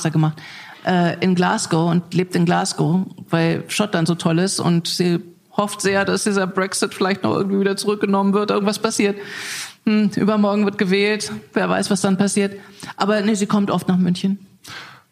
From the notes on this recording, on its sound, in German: Wir haben uns live in München vor Publikum unterhalten.